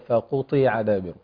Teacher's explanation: طبعا حرف الطاء من حروف التفخيم وحرف مكسور، فهو من اقل الدرجات